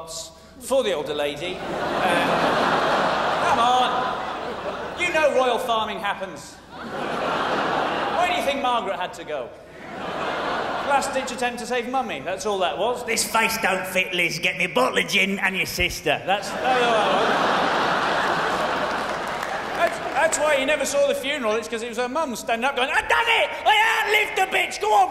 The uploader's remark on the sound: 2004 Melbourne International Comedy Festival Gala.